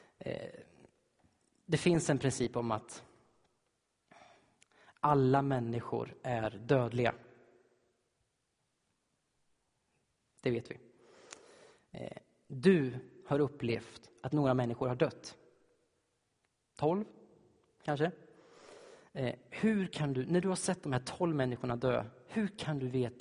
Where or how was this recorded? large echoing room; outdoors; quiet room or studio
large echoing room